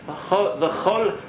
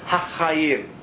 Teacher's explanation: So as you hear the Sephardim saying, V'chol Hachayim. So they say V'chol with a stronger CH. But then when they say the Chayim, it sounds much more like the Hey or the H.